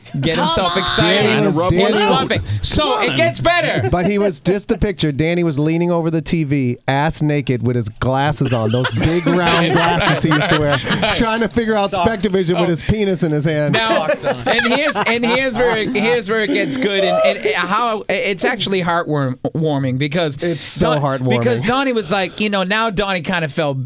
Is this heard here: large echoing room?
no